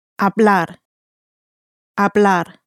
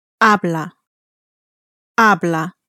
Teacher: Now, it's important to notice that because you've chopped off the R, it now ends in a vowel, so the stress has changed.